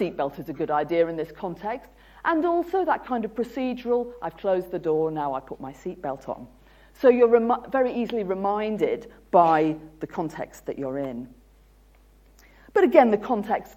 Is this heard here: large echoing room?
yes